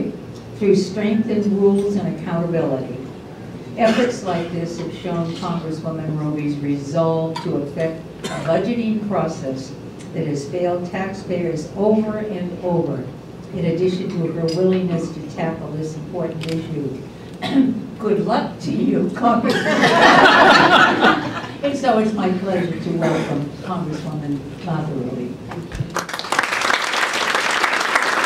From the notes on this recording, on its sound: WASHINGTON, DC – The Ripon Society hosted a breakfast discussion with three Republican women serving in the U.S.